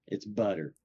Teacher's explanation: Like down here, we don't pronounce the T's, like butter. It's more of a D. It's a D instead of a T. It's not butter.